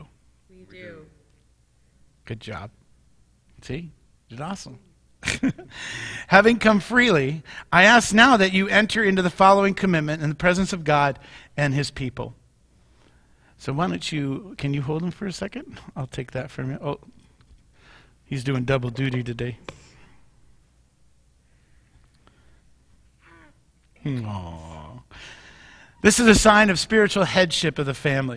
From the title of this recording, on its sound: Mt. Zion Church Live!